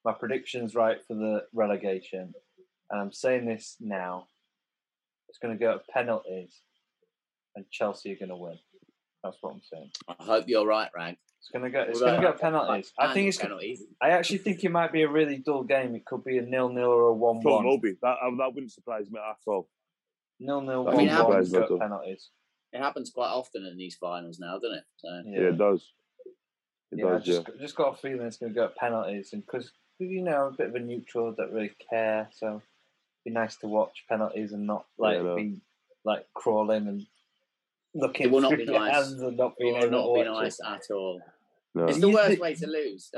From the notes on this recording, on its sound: we had to revert back to zoom this week due to scheduling issues.